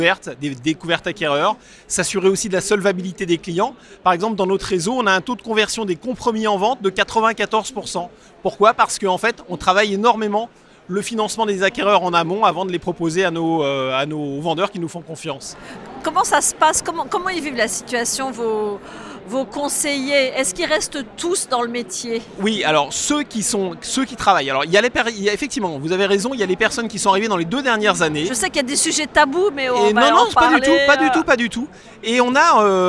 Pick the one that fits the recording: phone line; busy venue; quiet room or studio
busy venue